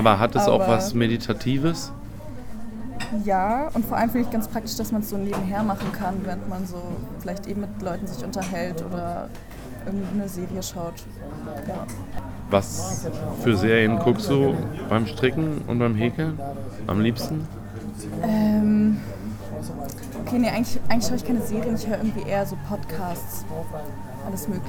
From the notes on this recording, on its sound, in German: Häkel- und Strickcafé im Strandi. Die gemütliche Runde in der gewohnt relaxten und einzigartigen Atmosphäre des Strandi als Audio festzuhalten.